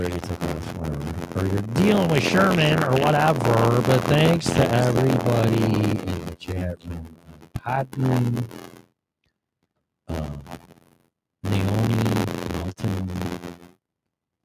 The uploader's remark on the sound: Apologies for the static